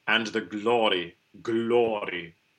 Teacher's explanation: in that intervocalic setting, a flipped R is good.